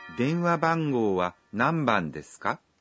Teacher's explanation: Chúng ta cùng luyện phát âm lại nhé. Các bạn đừng quên lên giọng ở cuối câu.